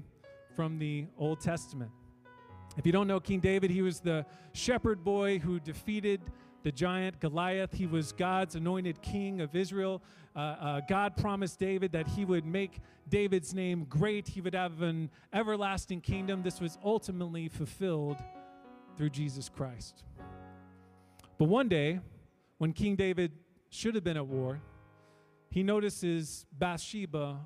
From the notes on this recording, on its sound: We are an international, English-speaking Christian church made up of people from all around the world. Sermons preached during our church service.